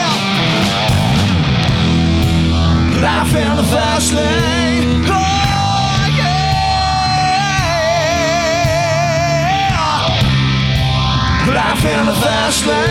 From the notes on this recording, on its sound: Live at the SouthPoint Casino